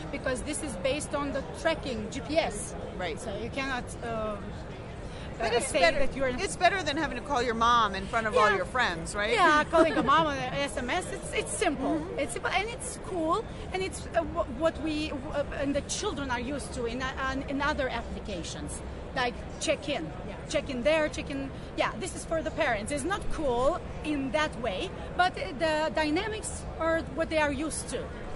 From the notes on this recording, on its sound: walking the floor at CES in Las Vegas